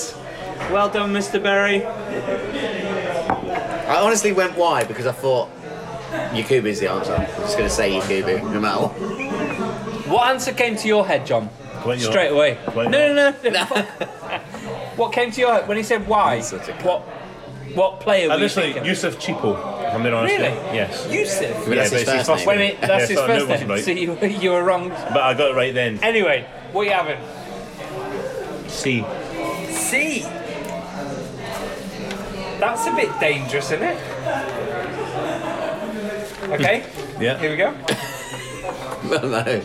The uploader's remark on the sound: We had to move pubs so excuse the noise in this weeks pubchat.